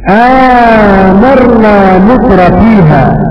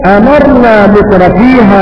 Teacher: بمد همزة حركتين مد بدل · Shown in: first take